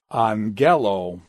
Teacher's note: when the final vowel is long on the ultima, then it becomes angelo. And so the accent mark is shifted from the antepenult to the penult · Term: long vowel